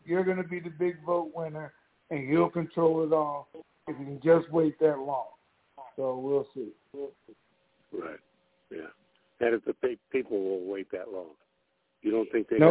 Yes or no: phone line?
yes